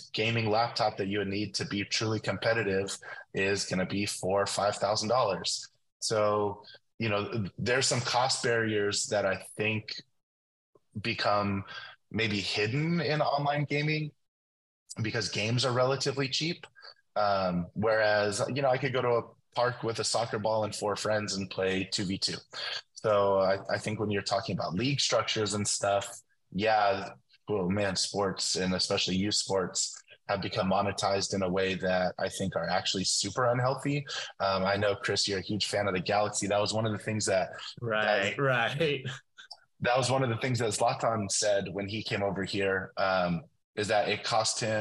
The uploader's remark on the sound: The podcast is recorded and produced with Soundtrap for Education, Zoom and Microsoft Teams.